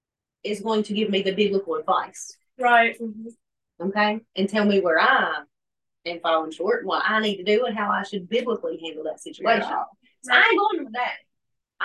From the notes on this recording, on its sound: hosts a Bible study via zoom.